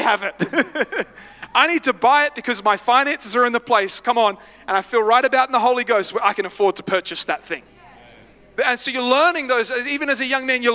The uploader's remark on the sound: live at Freshwater Church on Sunday the 15th of October, 2023